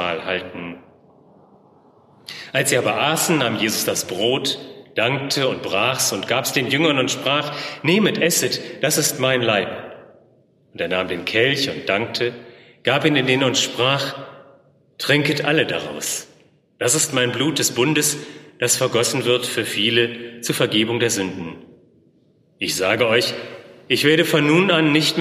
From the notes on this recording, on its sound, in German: Der „Zeitgleich“-Audio-Gottesdienst aus der Reformationskirche in Köln-Bayenthal.